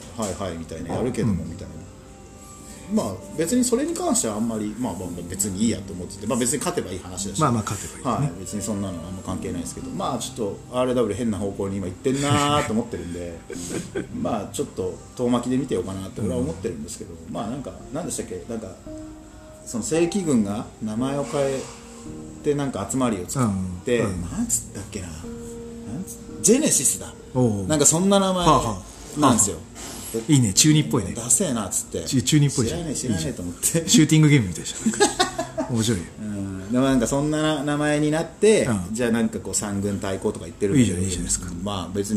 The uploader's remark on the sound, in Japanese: 花鳥風月ファイティングジムにて収録したよ